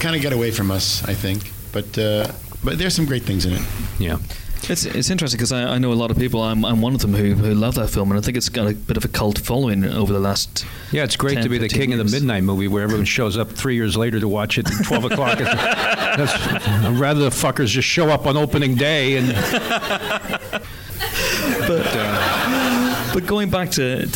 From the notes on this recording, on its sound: an audience Q&amp;A